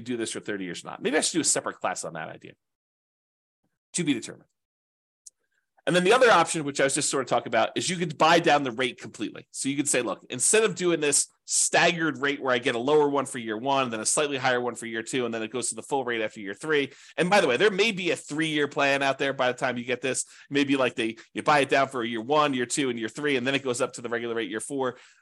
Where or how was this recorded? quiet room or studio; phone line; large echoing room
quiet room or studio